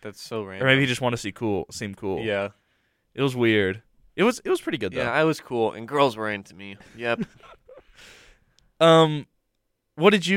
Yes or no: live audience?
no